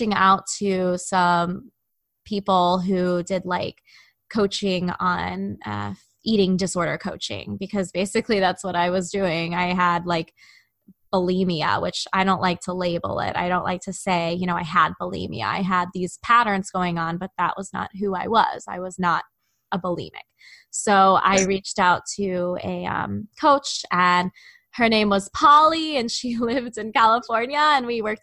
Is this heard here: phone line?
no